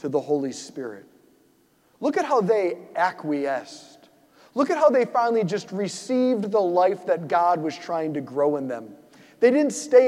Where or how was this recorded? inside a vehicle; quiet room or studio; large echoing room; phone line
large echoing room